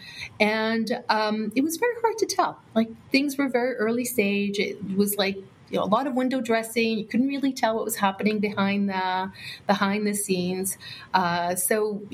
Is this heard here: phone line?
no